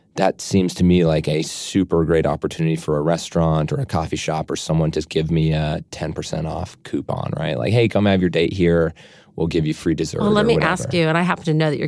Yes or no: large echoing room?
no